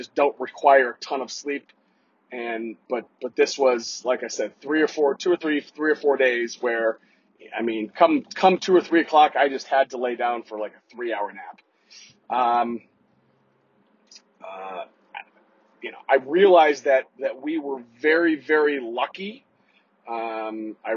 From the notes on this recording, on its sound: In this solo episode. Apologies for the bad audio... I didn't have Pip perform his audio wizardry.